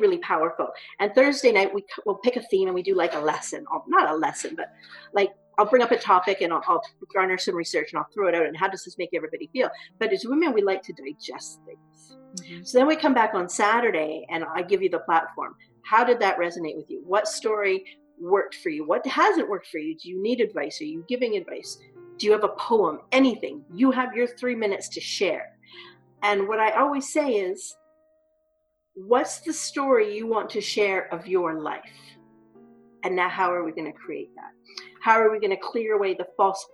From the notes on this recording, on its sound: The first time, unfortunately, the connection issues made the audio unusable. Intro and background music mixed from public domain songs found on freemusicarchive.org. Audio Quality- This episode was edited with no experience, and may be reflected in the audio quality.